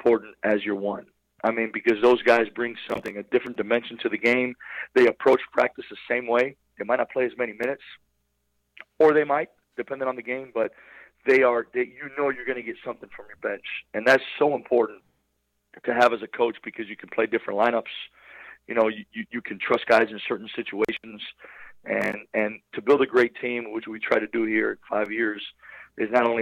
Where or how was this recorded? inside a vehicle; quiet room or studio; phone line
phone line